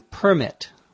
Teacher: permit, where the accent is on the first syllable